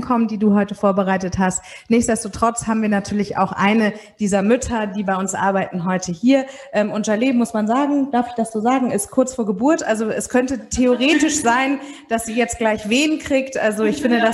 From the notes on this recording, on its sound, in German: im Rahmen eines Live-Podcasts zum ROCK N RAISE Festival von Mama Meeting